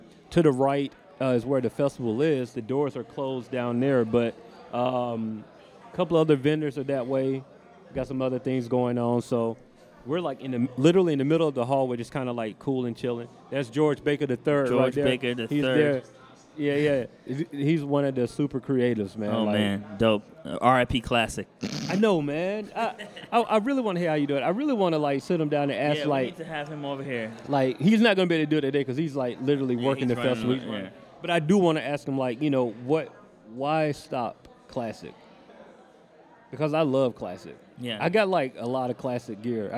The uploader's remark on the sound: Live From Adventure Time ATL. We kick off the first part of our live sessions at Adventure Time ATL.